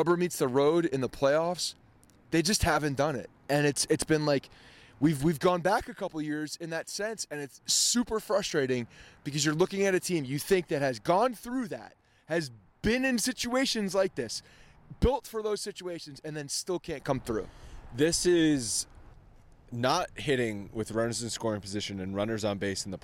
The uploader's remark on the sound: from outside Yankee Stadium